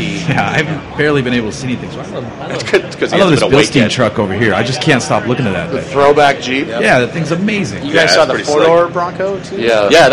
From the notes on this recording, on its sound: SEMA 2017. The jerks at Borla for purposely attempting to drown us out the entire week of recording with their egregious speaker setup. MAGNAFLOW for setting up stage space for ShoutEngine podcasts.